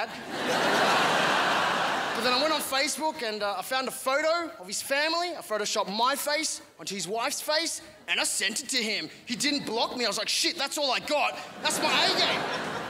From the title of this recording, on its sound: 2016 Melbourne International Comedy Festival Gala